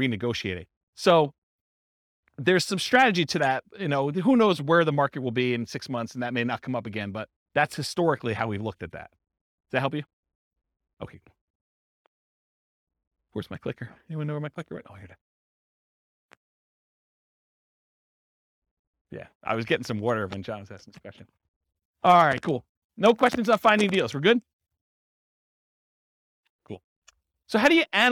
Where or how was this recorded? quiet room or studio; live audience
live audience